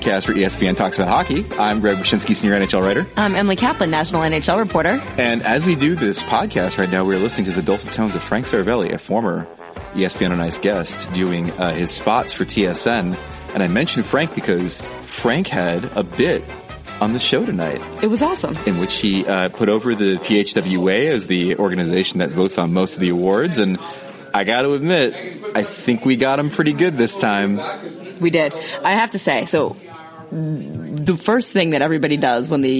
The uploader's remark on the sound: record from the NHL Awards in Vegas.